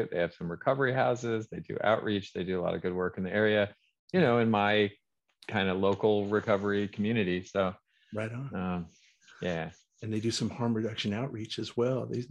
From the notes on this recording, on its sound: Recorded 2.8.2022 from Raleigh, NC & Philadelphia, PA on Zoom